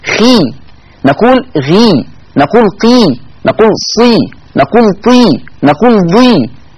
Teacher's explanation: فلا نقول عن هذه الأحرف حال الكسري أنها مرققة، بل نقول مفخمة تفخيم نسبي